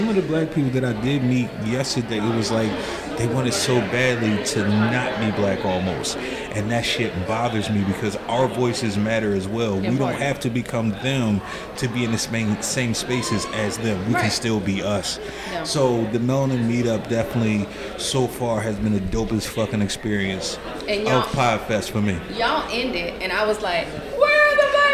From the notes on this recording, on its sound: reported live at Podfest 2024 for the 10th anniversary in Orlando